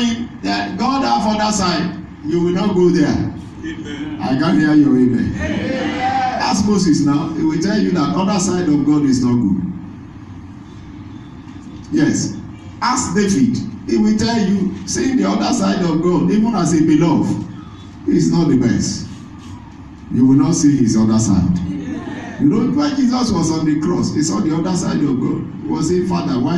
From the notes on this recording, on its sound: This is the message delivered on Good Friday service